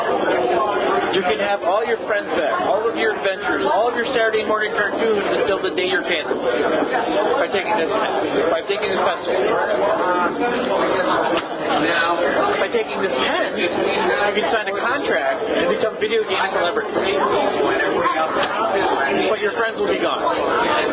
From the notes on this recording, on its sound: Apologies for the sound quality